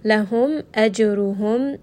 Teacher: meem is going to have tawassut, rest on this meem. Ajruhum, jim is going to have qalqala, so bounce on that just a little bit.